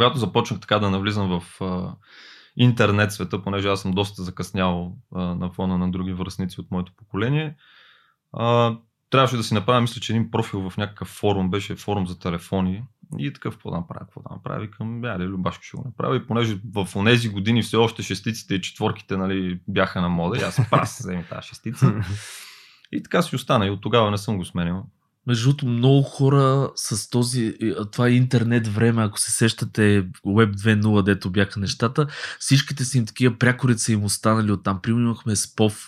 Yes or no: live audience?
no